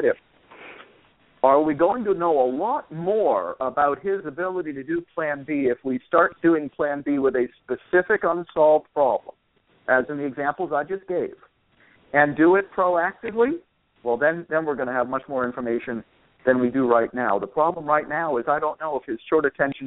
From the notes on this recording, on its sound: a dad called in to provide us with an update